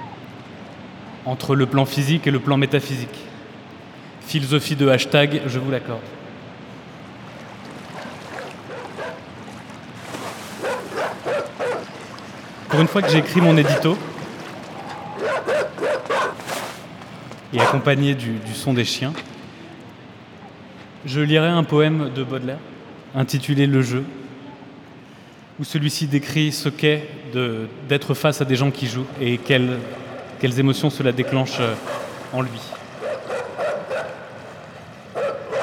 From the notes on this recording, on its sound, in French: L'émission a été mixée et diffusée en public depuis La Bibliothèque Méjanes à Aix-en-Provence.